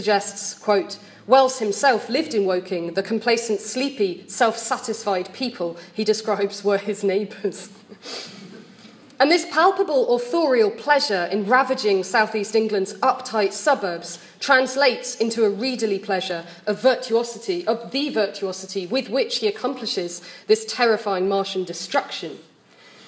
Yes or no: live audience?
yes